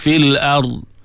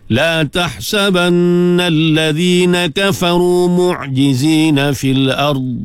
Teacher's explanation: Bila waqaf, pastikan makhraj kita berakhir atas dhad bukan atas ra. · Shown in: second take